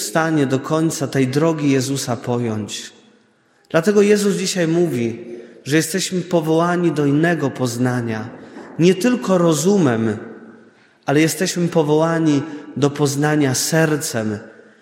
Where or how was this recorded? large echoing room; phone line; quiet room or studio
large echoing room